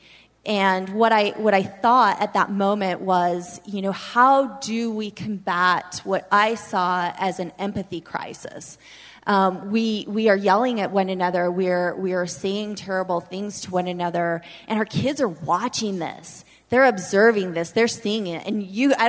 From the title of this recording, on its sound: We're live from the Utah Charter Network Symposium